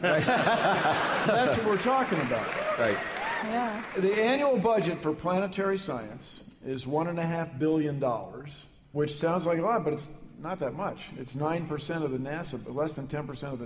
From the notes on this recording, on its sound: Live! from SF Sketchfest 2015. From the stage of San Francisco’s Nourse Theater.